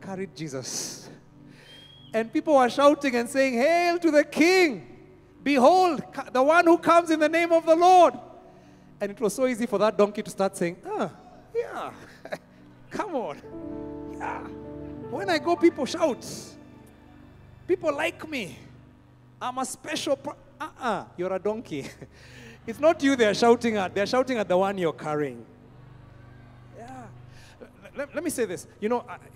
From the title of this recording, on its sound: Preached at Worship Harvest Camp, Kampala